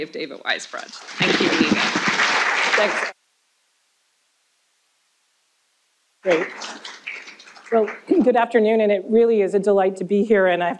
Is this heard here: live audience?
yes